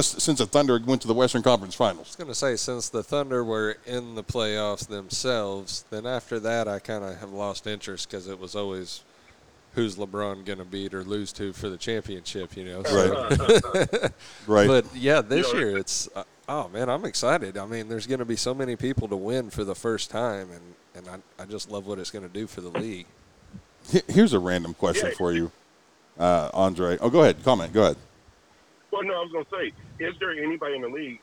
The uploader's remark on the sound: Live from IZenRx Dispensary in Okc